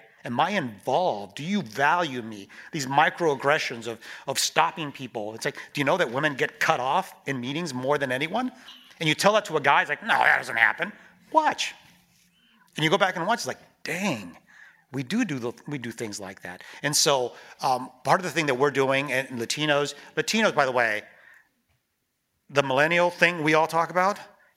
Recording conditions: live audience